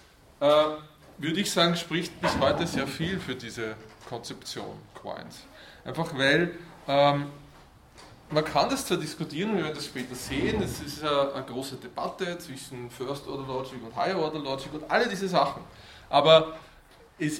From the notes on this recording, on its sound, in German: Diese Vorlesung wurde von Studierenden aufgenommen